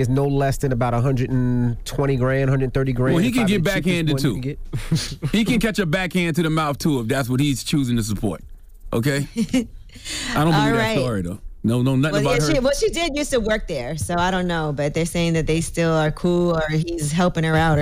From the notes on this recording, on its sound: Today on the show we opened up the phone lines.